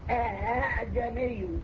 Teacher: فنجعل الهمزة لا هي همزة حقيقة ولا هي ألف حقيقة · Term: التسهيل